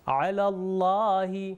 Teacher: علی میں جو لام ہے اس کے اوپر فتحہ تھا، یعنی اللہ کے لفظ سے پہلے فتحہ تھا، اس لیے ہم نے اس کو موٹا پڑھا